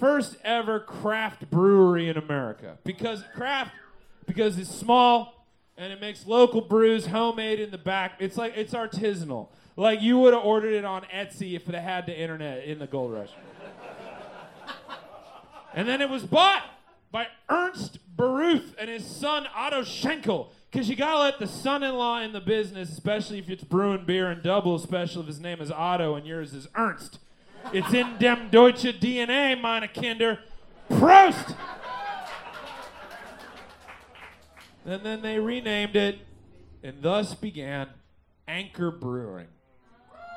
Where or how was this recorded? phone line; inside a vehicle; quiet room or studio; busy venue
busy venue